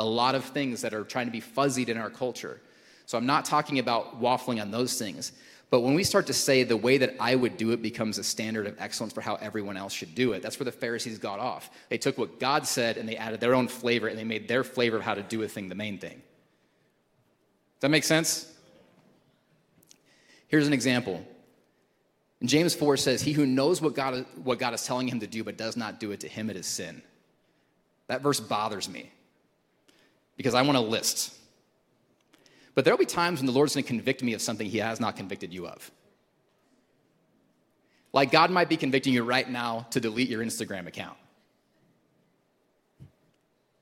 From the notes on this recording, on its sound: Recorded at Hope Church in Springfield, MO.